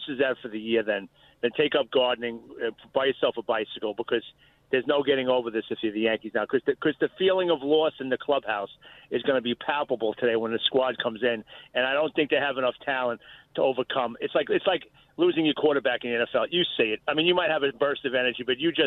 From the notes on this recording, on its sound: She takes a TON of your calls.